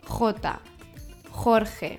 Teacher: Das J ist stark betont und es kommt ebenfalls aus dem Hals. Und das G mit dem E oder I wird als Jota, wird als J ausgesprochen.